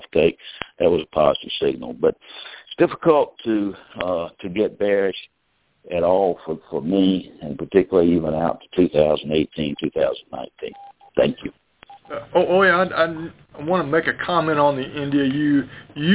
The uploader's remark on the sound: Monthly Conference Call On Cotton.